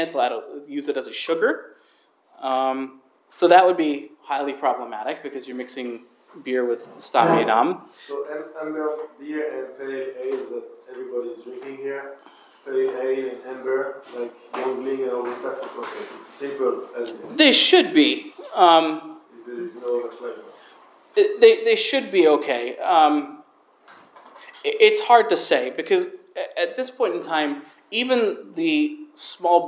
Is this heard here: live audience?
yes